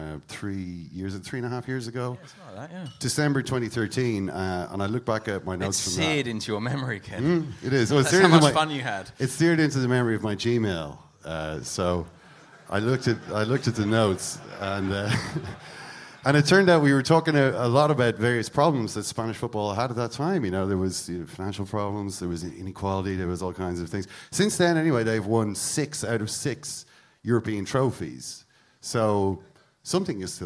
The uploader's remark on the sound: La Liga Live At The Sugar Club, Dublin.